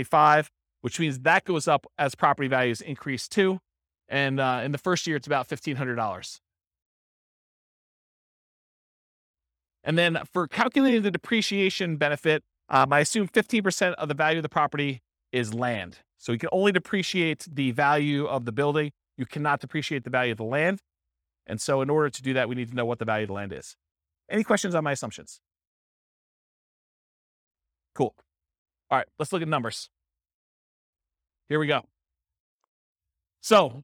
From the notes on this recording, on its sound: This was a live class recorded.